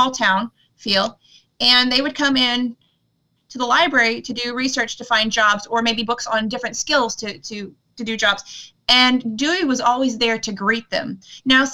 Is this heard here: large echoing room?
no